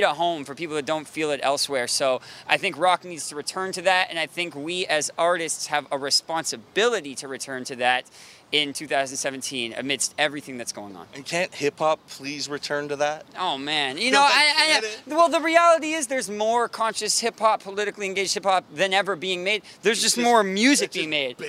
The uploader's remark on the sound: interview from the Sound of Music Festival.